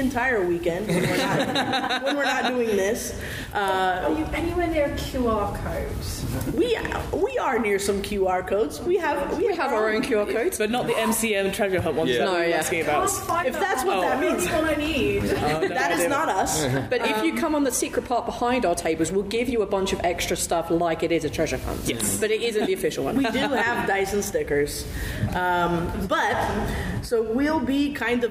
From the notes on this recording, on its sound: MCM Comic Con London 2023. A live recording of the panel. Due to the live nature of this recording, the audio levels may vary.